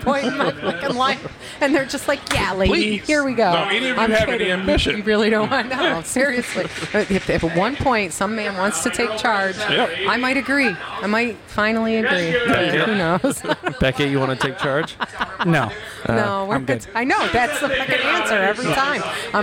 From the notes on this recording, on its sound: Recorded on Thursday March 17th, 2022 at the Fat Fish Blue at Pointe Orlando Open Mic located next to the Orlando Improv.